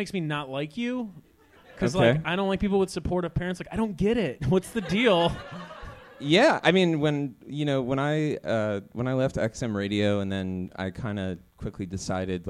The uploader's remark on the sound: Bentzen Ball Edition Live at The Wonderland Ballroom. Washington D.C.